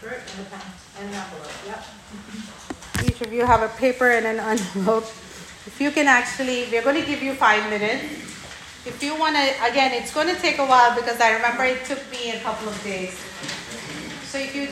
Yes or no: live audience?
yes